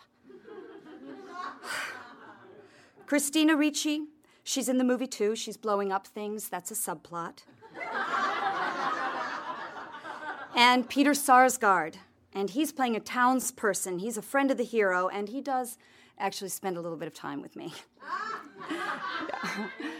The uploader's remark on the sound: recorded at one of the earliest Afterbirth shows in Los Angeles in 2006.